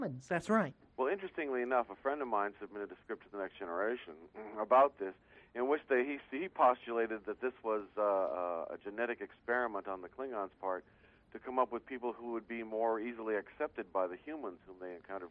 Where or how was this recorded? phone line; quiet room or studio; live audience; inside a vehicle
phone line